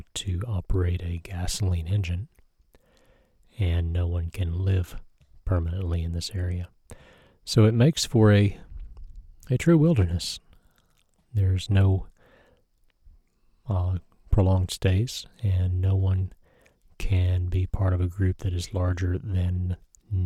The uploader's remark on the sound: ROR From The Boundary Waters. While there, I pulled out the recorder and described my trip. Here it is, no processing, just a few edits for misspoken words. In the quiet spots, listen for the stillness around me.